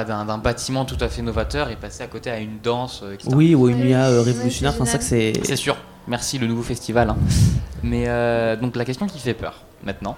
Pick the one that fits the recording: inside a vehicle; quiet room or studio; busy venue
busy venue